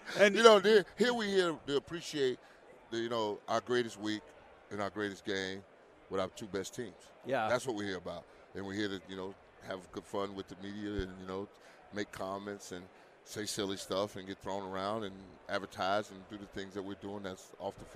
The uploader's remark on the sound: LIVE from Radio Row in Las Vegas!